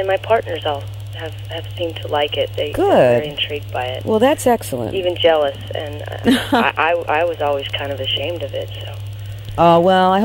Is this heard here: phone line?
yes